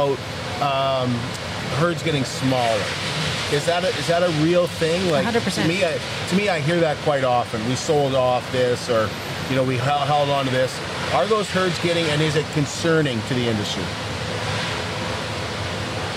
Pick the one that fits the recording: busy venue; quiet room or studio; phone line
busy venue